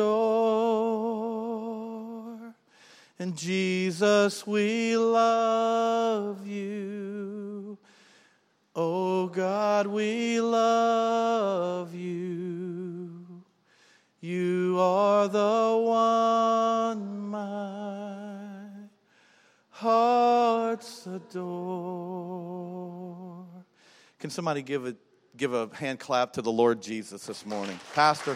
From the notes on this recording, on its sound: was recorded on October 13, 2019, during service at The Anchor Church in Rockport, Maine.